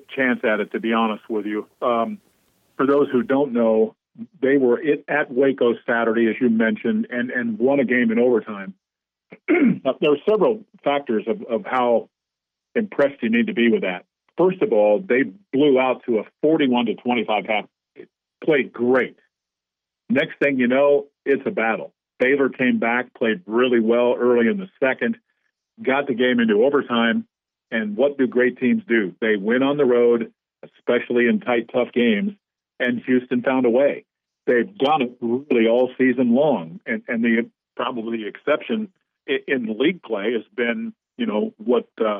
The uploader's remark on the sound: calls in from Bramlage